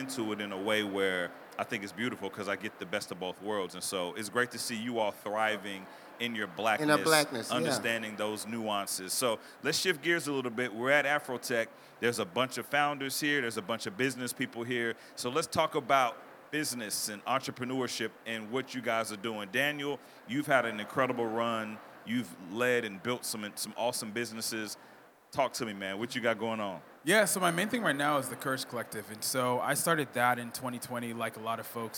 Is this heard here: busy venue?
yes